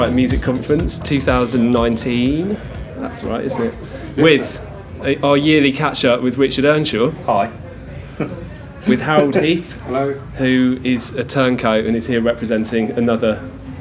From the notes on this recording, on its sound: Station H - Live at Brighton Music Conference 2019. After finding a corner in a somewhat noisy ante-room off the main conference drag (with staff coming and going throughout).